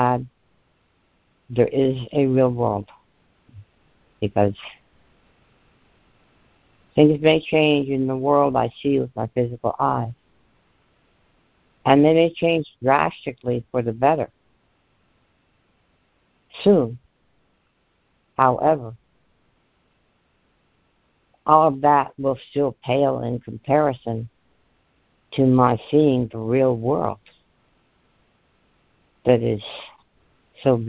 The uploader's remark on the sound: ACIM Daily Conference Call.